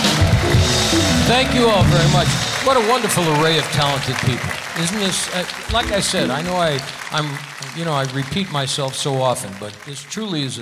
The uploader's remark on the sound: Live at the SouthPoint Casino